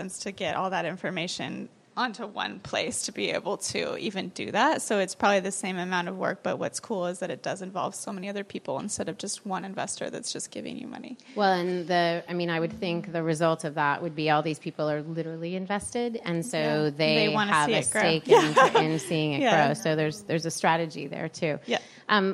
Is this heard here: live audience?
yes